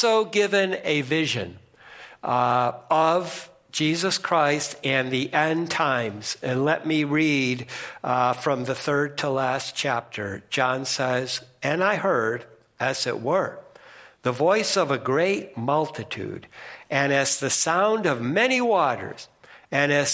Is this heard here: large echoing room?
yes